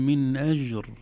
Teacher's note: لابد أن أعطيها صفة الشدة، بمعنى ينحبس الصوت في الجيم. أج أم لون أج، لن نستطيع أن نقلقل مطلقا مهما حاولنا لأن الصوت لا ينحبس. · Term: قلقلة